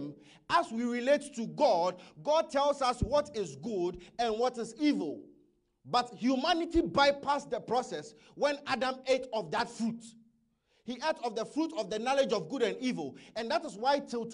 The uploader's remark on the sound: Message preached at ICGC Toronto Assembly